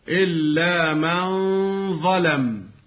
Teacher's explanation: فالوقف يكون بالسكون المجرد هكذا من غير مد